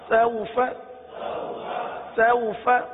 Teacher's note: اب یہاں حرف مدہ کی طرح کھینچیں گے نہیں، جب یہ واؤلین ہے تو حرف لین کو بغیر کھینچے بغیر جھٹکا دیے نرمی کے ساتھ پڑھتے ہیں